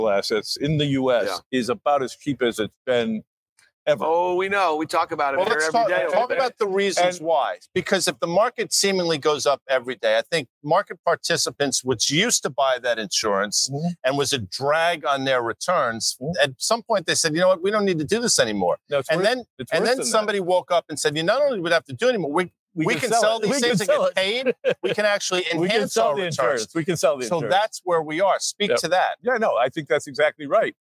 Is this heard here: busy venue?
yes